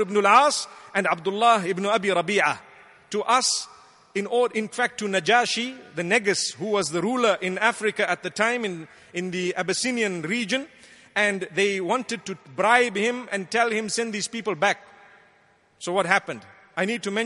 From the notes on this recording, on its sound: Delivered at Tuanku Mizan Zainal Abidin Musjid